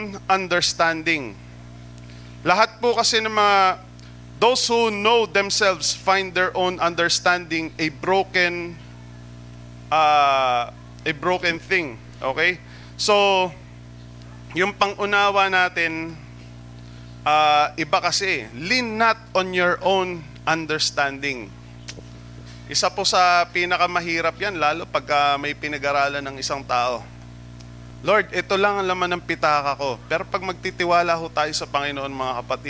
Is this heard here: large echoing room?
yes